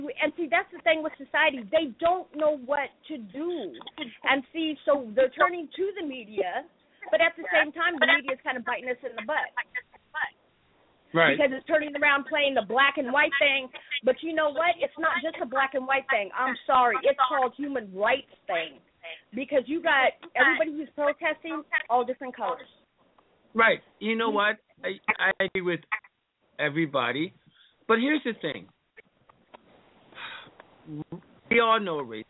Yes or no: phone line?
yes